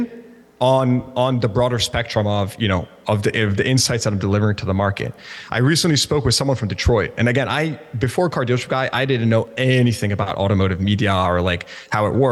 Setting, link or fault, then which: setting, live audience